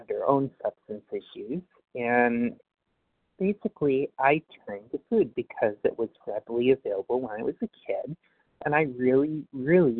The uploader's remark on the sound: from the 100 Pounders Phone Meeting